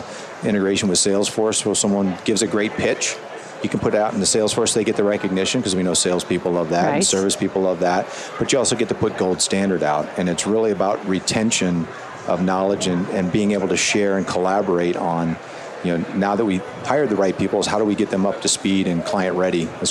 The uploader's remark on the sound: LIVE from Las Vegas, at #HRTechConf.